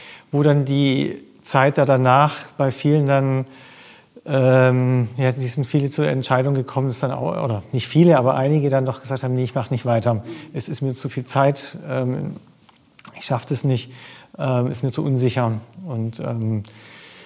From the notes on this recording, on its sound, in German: Live vom Demo Day des 6.